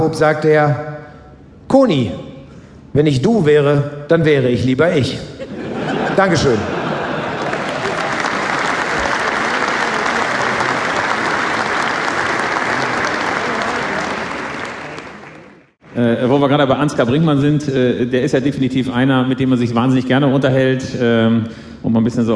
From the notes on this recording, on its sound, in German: 11FREUNDE Lesereise - Live. September 2015 in Braunschweig aufgenommen.